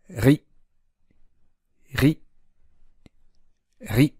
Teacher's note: パリのリは喉を鳴らしてリ、リと発音します